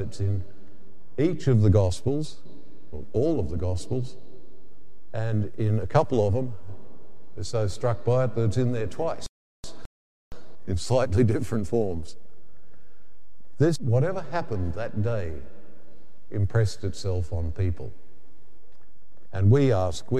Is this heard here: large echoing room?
yes